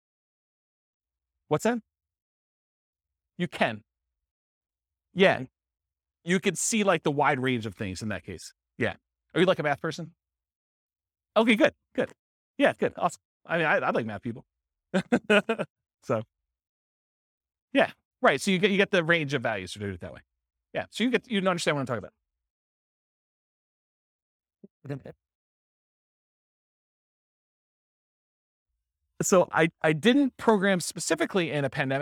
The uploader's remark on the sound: This was a live class recorded